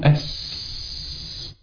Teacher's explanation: طيب عندما أقول أس في الفتاح في الأوتار الصوتية، يعني لا يوجد هزة في الأوتار الصوتية، ليه؟ لأن في جريان نفس، أهو أس اللي هو الهمس.